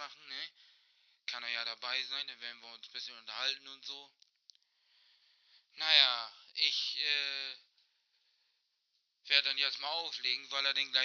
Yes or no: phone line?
yes